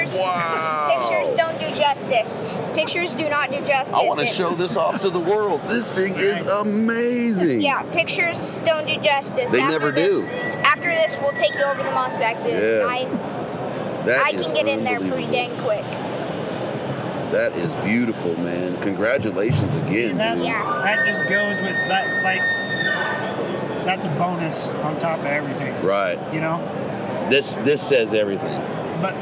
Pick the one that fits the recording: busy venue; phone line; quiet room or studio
busy venue